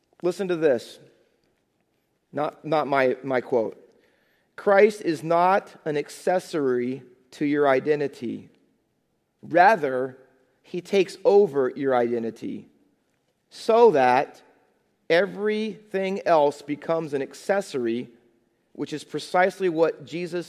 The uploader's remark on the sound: Faith Baptist Church in Hamilton, NJ.